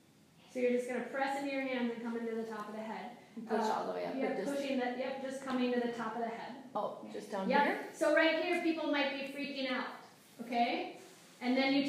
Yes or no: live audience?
yes